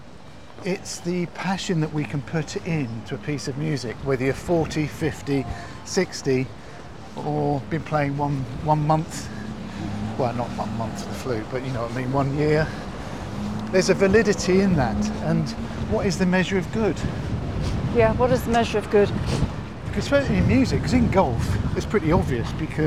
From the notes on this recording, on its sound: walking along a windy Brighton Beach in the south of England